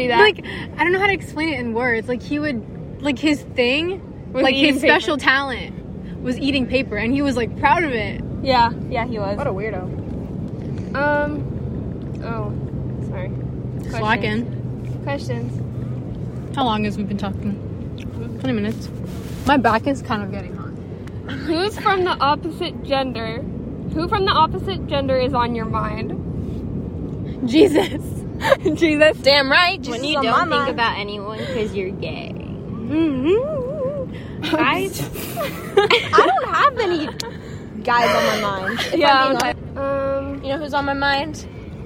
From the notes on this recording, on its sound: we finally meet up in person at the beach